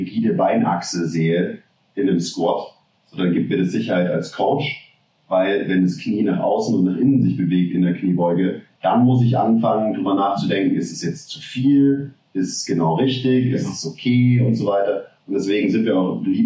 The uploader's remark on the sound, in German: Verzeiht uns die Audioqualität dieser Folge, wir hatten technische Schwierigkeiten